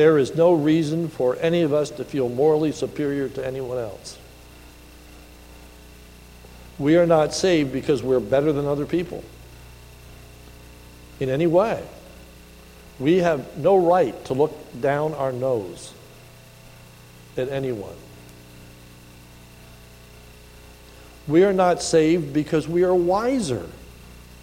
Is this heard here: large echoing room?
yes